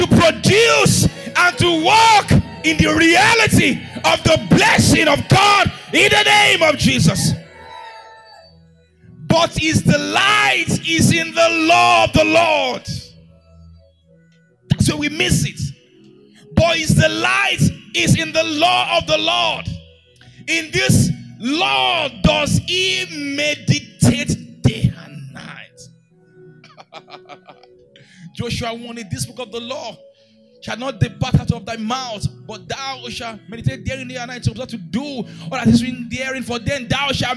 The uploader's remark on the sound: March 13, 2022 2nd Service Gracemade Christian Centre